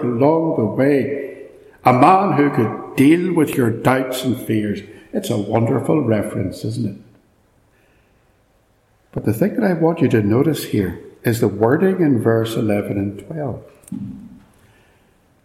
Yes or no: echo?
yes